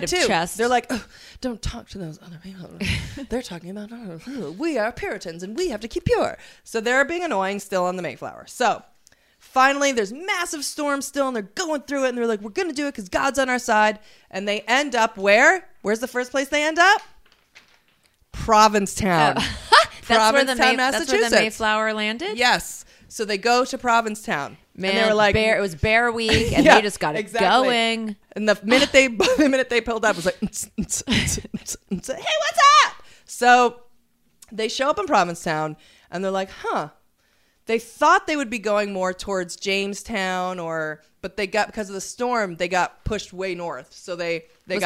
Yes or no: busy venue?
no